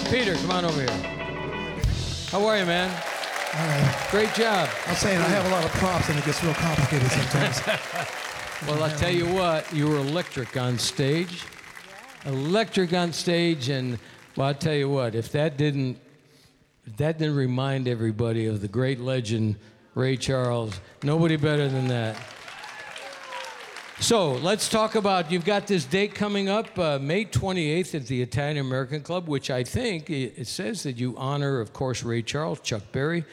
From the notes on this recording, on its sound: Live at the South Point Casino